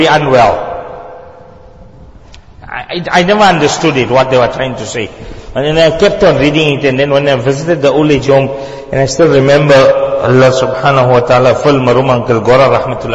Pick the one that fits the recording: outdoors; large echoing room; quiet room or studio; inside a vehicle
large echoing room